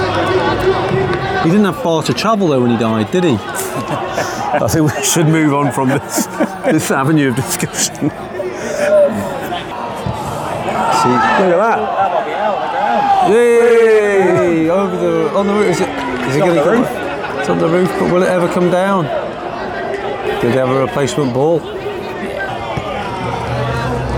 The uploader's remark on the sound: Sanremese 0 Chieri 0 was recorded at the Stadio Communale on Sunday 10 December 2023.